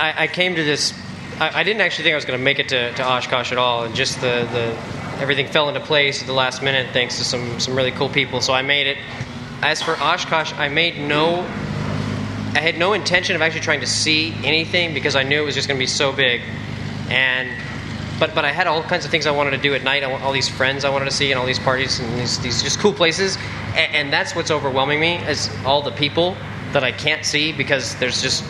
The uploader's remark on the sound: The audio from Podapalooza 2009 from Airventure in Oshkosh. This part contains the audio from the show that was broadcast live on EAA Radio.